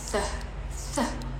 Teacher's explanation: ada sedikit getaran gitu vibration in our voice